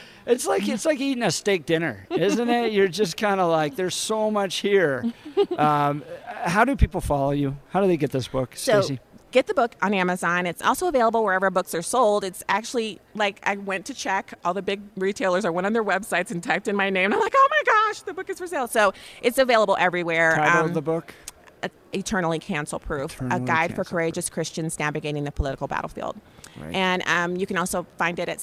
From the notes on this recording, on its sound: live from Western Conservative Summit 2022